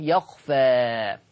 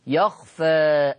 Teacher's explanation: أميل بالألف شوية أقللها أنتحي بها شوية · Shown in: second take · Term: التقليل